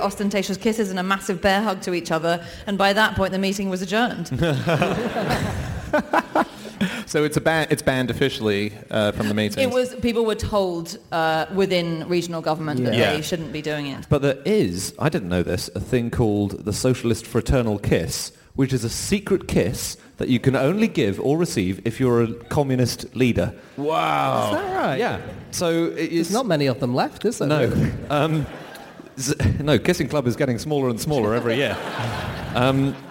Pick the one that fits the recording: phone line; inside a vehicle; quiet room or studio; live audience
live audience